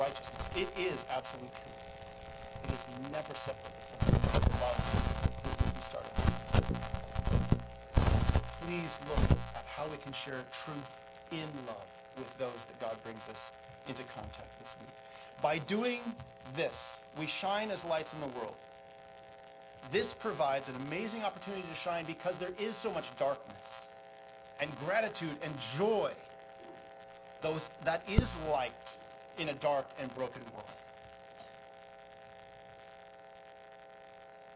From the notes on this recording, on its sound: The audio for this sermon is very poor.